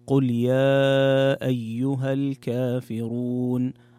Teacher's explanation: المد المنفصل يمد بمقدار حركتين بقصر المنفصل